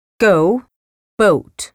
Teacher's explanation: Le son voyelle de go, boat ou don't est une diphtongue, c'est-à-dire une voyelle qui change au cours de sa prononciation.